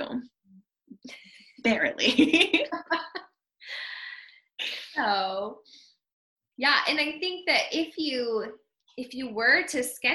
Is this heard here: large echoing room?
no